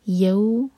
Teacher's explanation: یا پر فتحہ ساتھ میں واو تو مدلین ہے، سافٹ پڑھیں گے یوم. میم کو ہیوی نہیں ہونے دینا، یوم نہیں ہوگا.